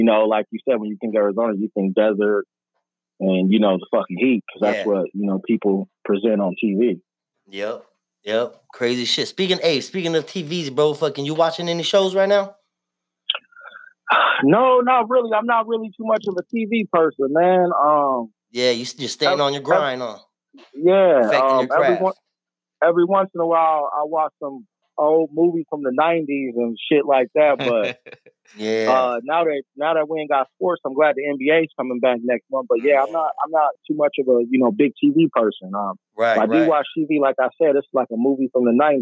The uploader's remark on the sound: TAPS IN ON THE PHONE. FROM ARIZONA.